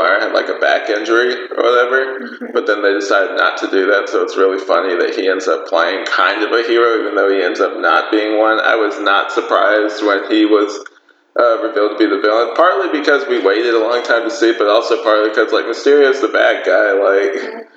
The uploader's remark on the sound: Sorry for any audio issues